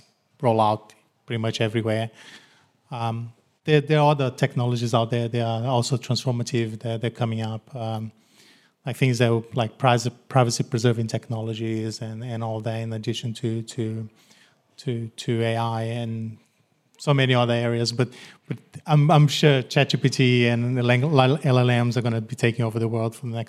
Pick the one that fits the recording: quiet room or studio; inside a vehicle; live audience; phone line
live audience